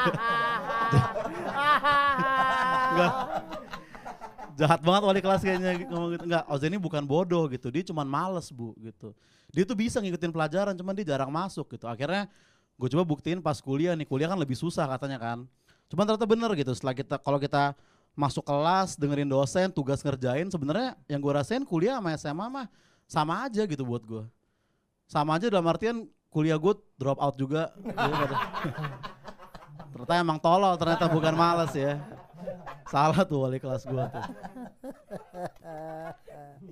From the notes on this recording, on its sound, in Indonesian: Episode ini pake audio stand up gw di Bolanya Standupindo bray!